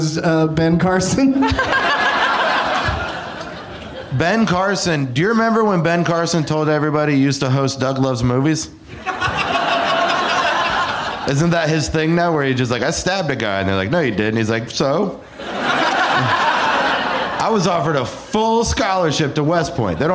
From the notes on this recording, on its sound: Live from Zanies in Nashville